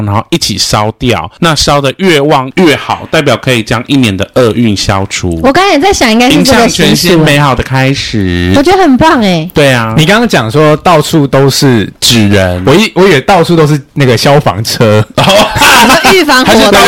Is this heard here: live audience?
no